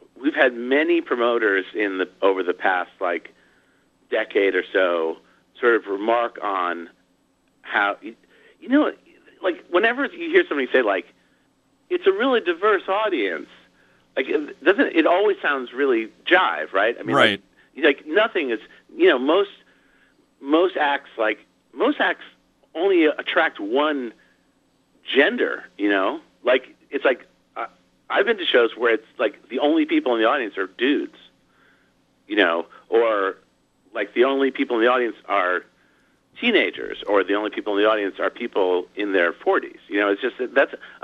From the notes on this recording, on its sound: called in for a chat